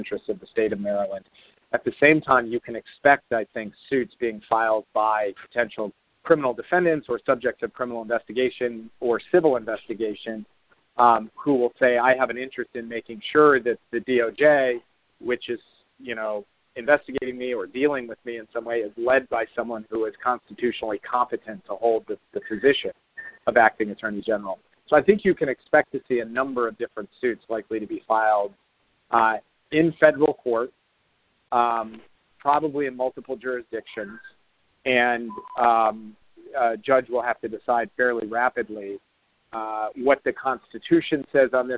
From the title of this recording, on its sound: Conference Call